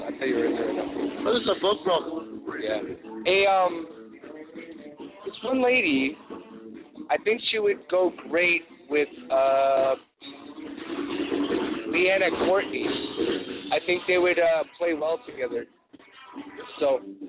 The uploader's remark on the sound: live at the Old Towne Pub